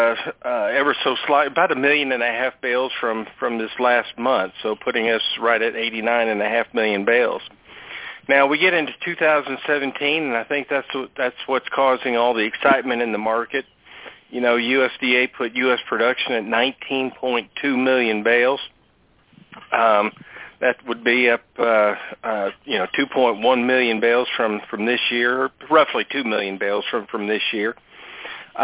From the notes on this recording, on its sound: Monthly Conference Call